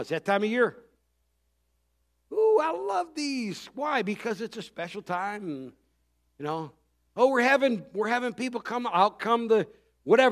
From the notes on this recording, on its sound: Recorded Christmas Eve service on December 24th, 2023.